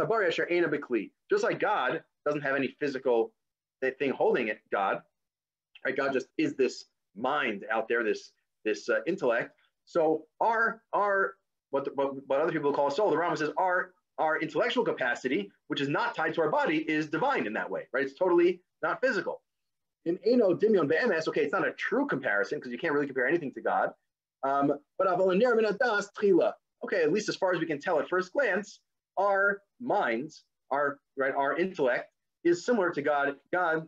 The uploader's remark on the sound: This audio was originally captured from Zoom.